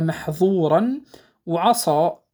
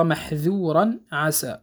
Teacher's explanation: أن ينطق الذال من محذورا والسين من عسى منفتحتين غير مطبقتين · Shown in: second take · فإذا نطقهما خطأ مطبقتين أصبحتا محذورا وعصى عوض محذورا عسى، واضح وين؟